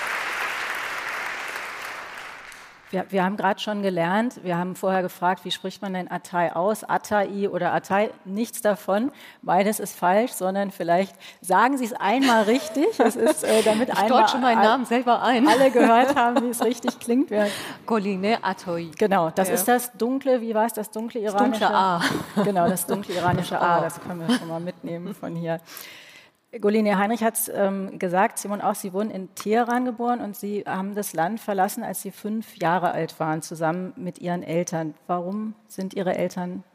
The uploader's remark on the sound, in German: Diese Folge des Podcasts haben wir live beim ZEIT ONLINE Podcast-Festival im Großen Saal des Westhafen Event & Convention Center in Berlin aufgenommen.